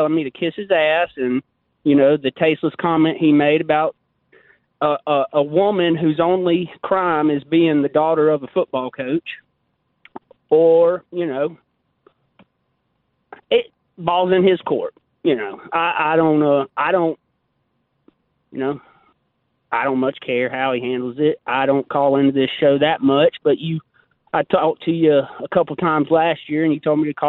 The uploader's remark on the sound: more of your phone calls.